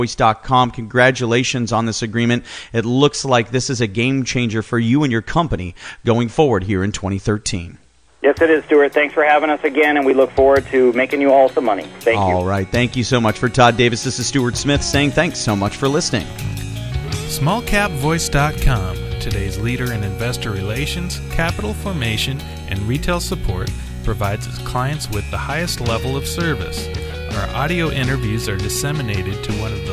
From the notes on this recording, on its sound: called into SmallCapVoice